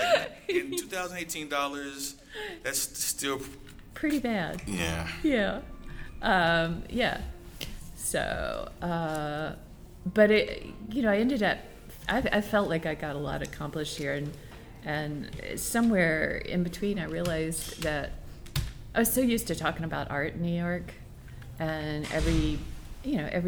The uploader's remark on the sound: Each of these conversations was produced in the open space confines of Atlanta Contemporary, providing an opportunity to allow the activity, energy and sounds of the art center to add to the context of the dialogue.